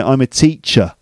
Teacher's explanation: No, I don't add a r at the end because, you know, often R sounds are not spoken. They're not fully pronounced by British English speakers like me.